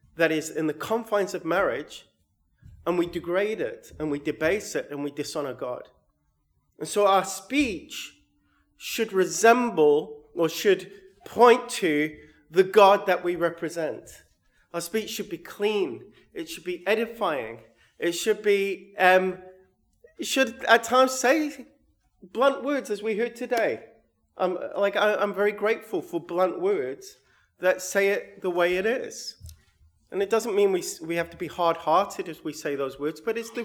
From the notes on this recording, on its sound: sermon recorded 7/8/22